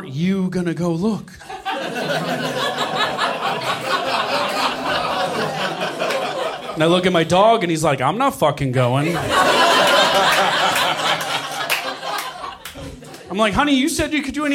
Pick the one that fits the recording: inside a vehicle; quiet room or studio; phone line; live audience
live audience